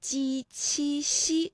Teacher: 天的语音知识点。我们今天呢学习的是鸡、七、西这三个声母的发音呢，专业的说法呀，就是舌面的前部和硬腭的前部接触或者是接近构成了阻碍啊。那比如说呢，我们可以这么来理解，就是我们的气流呢从后面往前发的时候啊，这个硬腭前部和舌面前部构成了一个阻塞，然后呢这个慢慢的这个阻塞又离开了，气流呢就从窄缝当中挤出来，那摩擦成声，声带呢是不颤动的。其实我们读这个鸡七夕的时候呢也不是完全的一样哈，比如说大家读鸡的时候，这个气流呢和读七的时候呢感觉到明显的不一样，因为读七的时候会觉得要用力喷一口气。那另外呢，就是我们注意一下，从书写上呢，鸡七夕和鱼相拼的时候，鱼上的两点要省略哈，也要分辨一下，这时候我们的韵母到底是鱼还是乌。那接下来呢，我们继续今天的故事，也请大家留意一下，在故事当中呢